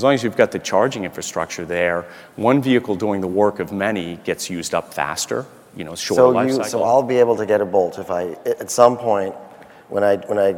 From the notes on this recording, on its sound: The best of live interviews from GreenBiz events.